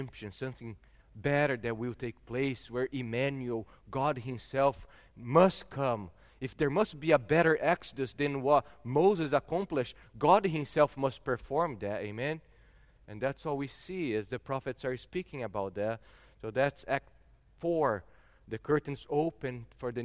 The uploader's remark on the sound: at Gracious Cross Reformed Church Salem, October 10th 2021